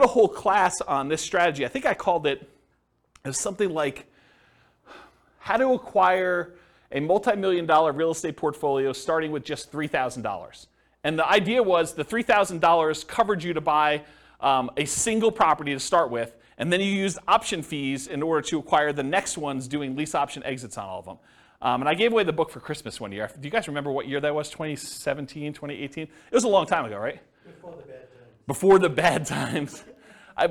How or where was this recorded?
live audience